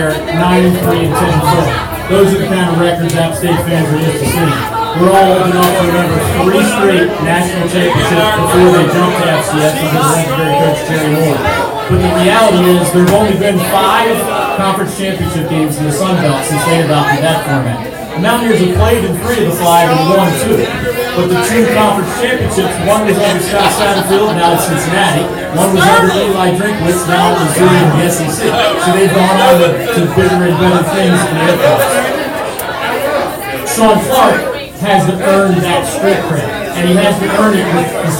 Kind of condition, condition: setting, busy venue